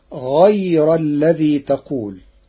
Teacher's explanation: قرأ ورش كلمة غير بترقيق الراء فتصير غير الذي تقول لوجود الياء الساكنة قبلها